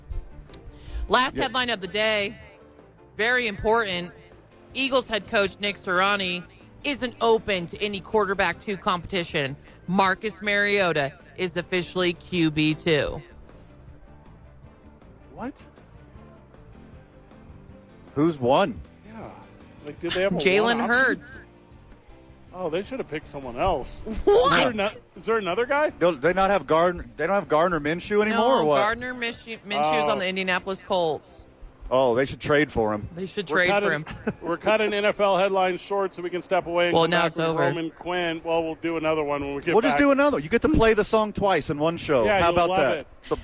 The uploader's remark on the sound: live from Isotopes Park.